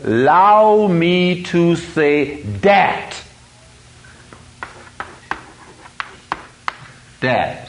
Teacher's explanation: So he substitutes a D for a voice TH. · Term: substitute a sound